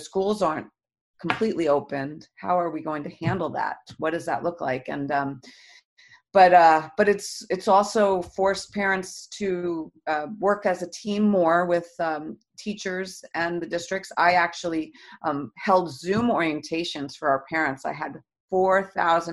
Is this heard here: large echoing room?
no